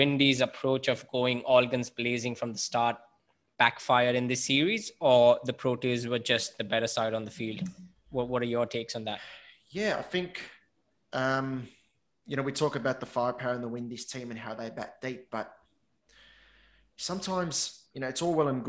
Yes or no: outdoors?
no